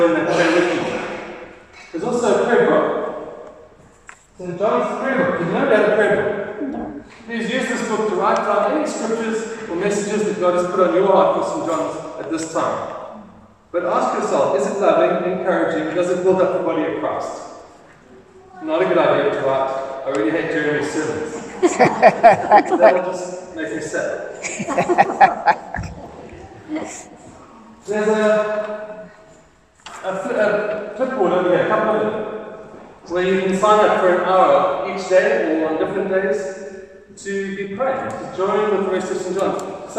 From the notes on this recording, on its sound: Recorded: 8th January 2023 at the 9:30am service. Recorded: 8th January 2023 at the 9:30am service.